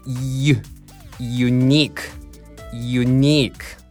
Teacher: これはもうイーって口を横に強く引いた音で、そこからこのあのウの音につなぐからイユイユってなるんだよね。そしてこのストレスのこの2のとこ、ここもね口を強く横に引いたイの音なので2、つまりこれはね2回口を横にニュッと引くね。出だしとストレスの位置、もういきなり引いたポジションから始めるんだよ。イユユニークユニーク。 · Term: Y の音